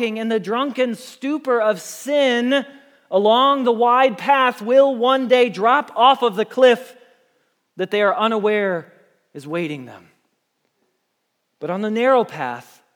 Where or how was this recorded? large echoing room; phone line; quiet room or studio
large echoing room